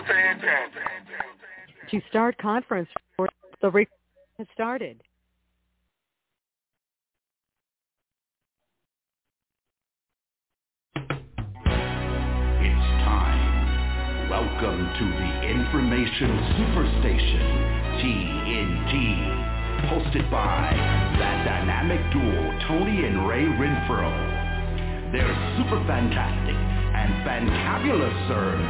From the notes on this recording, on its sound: TNTSuperfantastic Conference Call